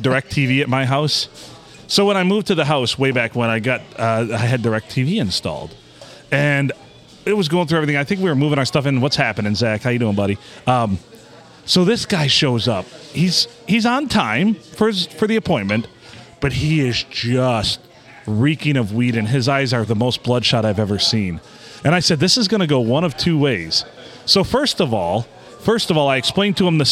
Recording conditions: busy venue